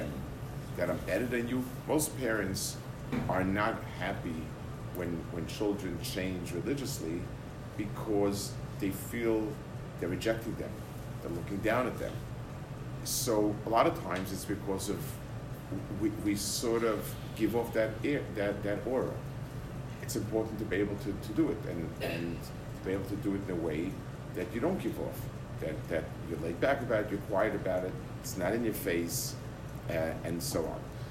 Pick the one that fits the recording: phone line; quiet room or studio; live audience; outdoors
live audience